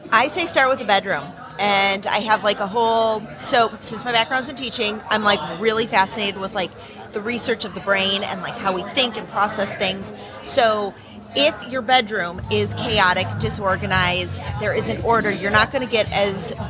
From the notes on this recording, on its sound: LIVE from HAVEN 2022